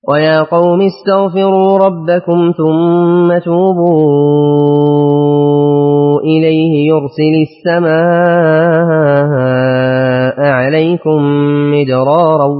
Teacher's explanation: وافقه الموسطون على هذا الوجه. أقرأ لخلف بترك الغنة